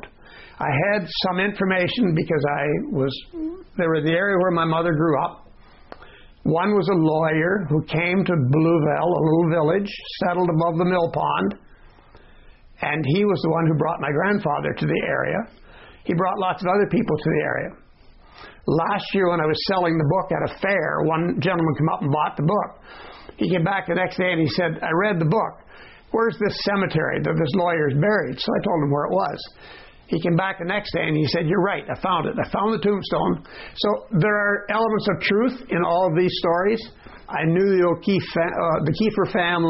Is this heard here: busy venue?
no